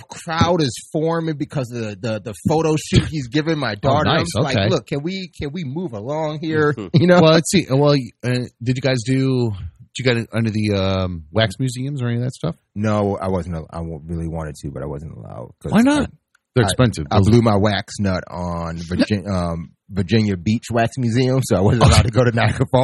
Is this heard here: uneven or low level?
no